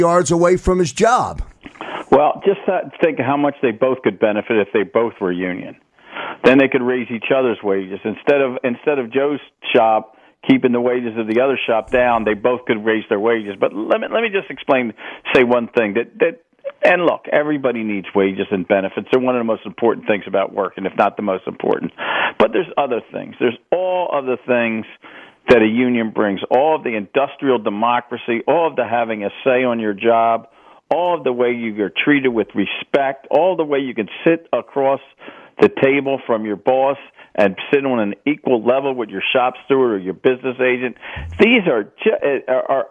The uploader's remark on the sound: special listener call in hour